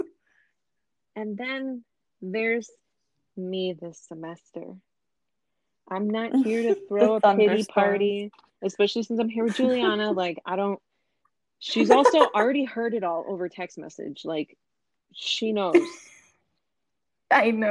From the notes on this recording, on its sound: Please excuse my staticy mic, as well as my audio cutting out here and there. Found a great way to record remotely together, and I am looking for a better mic.